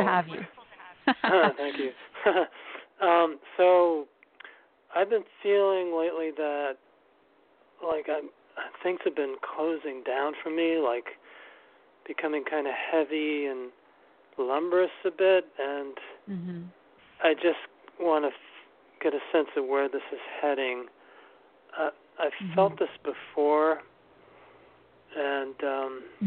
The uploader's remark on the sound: Call-In Show